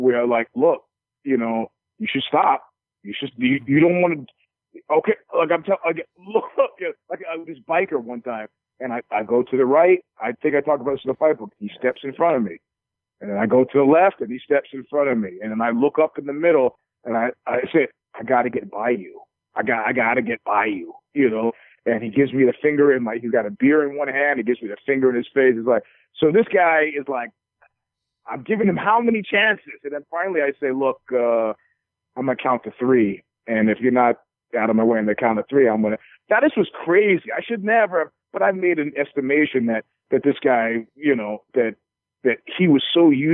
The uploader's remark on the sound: Joined on the phone.